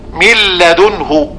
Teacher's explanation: جعلنا النون لاما، ثانيا أدخلنا اللام الأولى في اللام الثانية، وكان النطق بلام واحدة مشددة من لدنه. وهنا ننبه في أثناء الأداء بعض الناس وهم يعني يقرؤون يقولون من لدنه وكأنه يغن اللام، لأنه يتصور في ذهنه بقاء النون. · Term: الإدغام الكامل